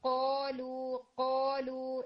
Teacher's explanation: اس کو آپ نے ٹنگ سے نکالنا ہے یعنی یہ ڈیپسٹ پارٹ آف ٹنگ سے آئے گا